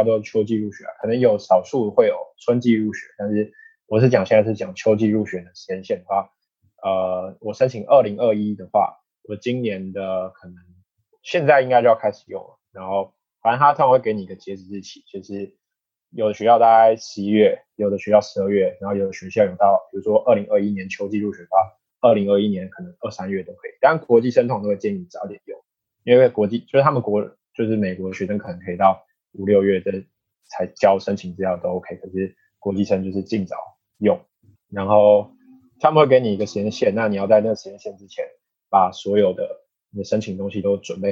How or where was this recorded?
video call